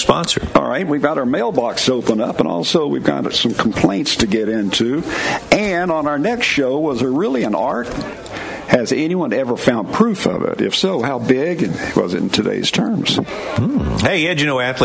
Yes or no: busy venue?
yes